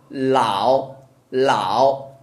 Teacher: 老老的舌头是往上的，从上往下老 · Term: L